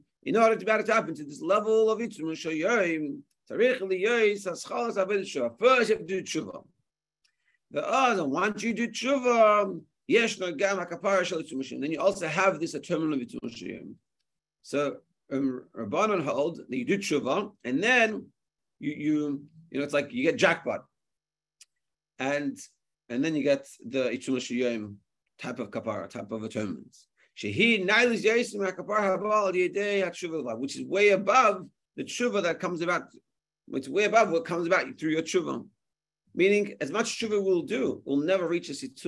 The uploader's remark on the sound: Zoom Shiur